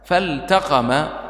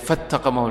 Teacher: أظهر اللام من التاء · Shown in: first take